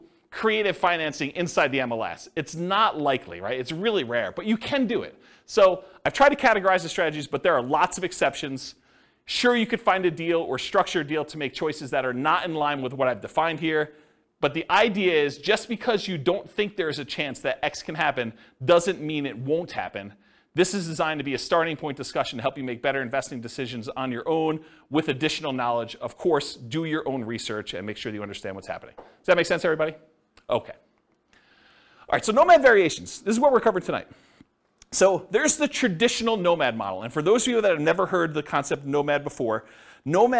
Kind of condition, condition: setting, live audience